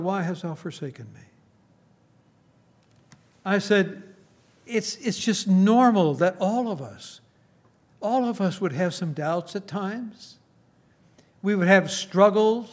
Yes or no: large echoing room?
yes